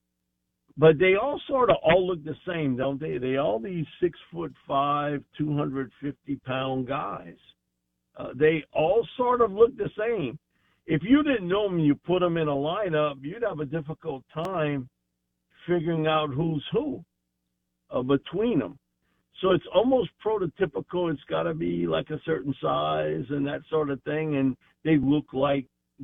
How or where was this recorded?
phone line